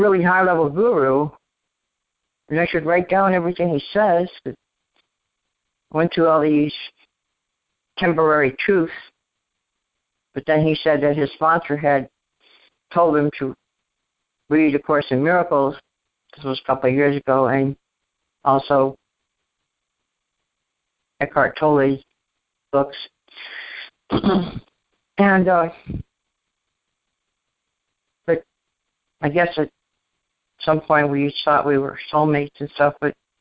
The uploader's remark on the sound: ACIM Daily TEXT Conference Call